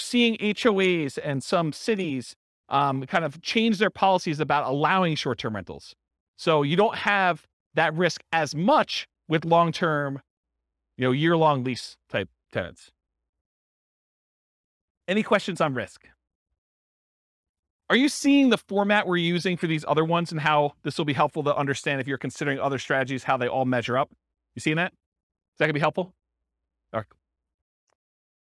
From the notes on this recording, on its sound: This was a live class recorded